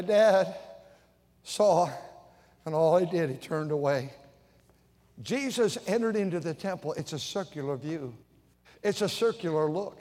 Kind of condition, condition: setting, large echoing room